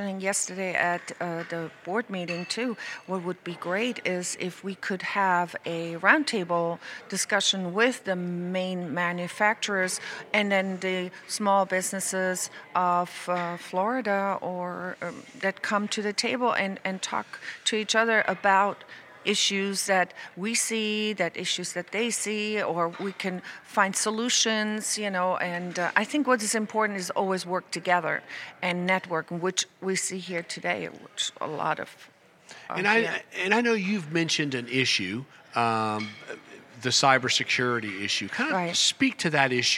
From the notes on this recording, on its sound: Recorded live at this year’s Florida SBDC Network Small Business Success Summit hosted at The Westin Fort Lauderdale Beach Resort.